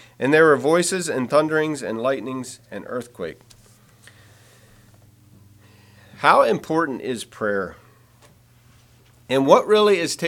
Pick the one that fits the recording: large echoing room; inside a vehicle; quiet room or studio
large echoing room